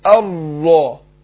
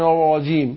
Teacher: يبقى خد ايه جاء اللسان جاب اكتر من راء رأين او ثلاثة، يبقى كده كررها والتكرير منهي عنه